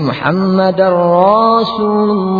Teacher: Berikutnya memanjangkan ra sehingga menjadi Muhammadar Rasulullah